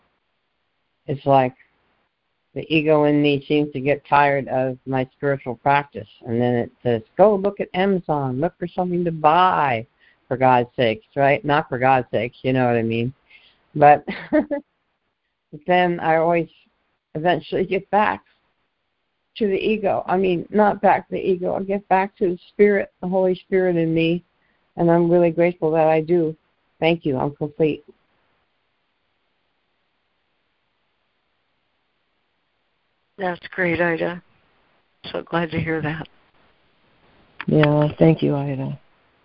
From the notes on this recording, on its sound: ACIM Daily Conference Call